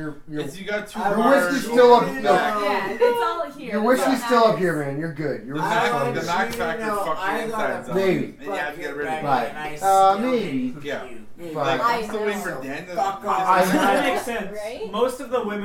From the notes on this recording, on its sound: Has left London for a bit but before he left we had a going away party and recorded a 2 part episode of it.